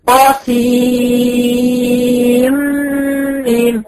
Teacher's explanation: الحروف المقطعه بتتقري كلها كل واحد مفصل. الطا بتتمد حرفين السين بتتمد سته حركات واخرها نون ساكنه وتضغم مع الميم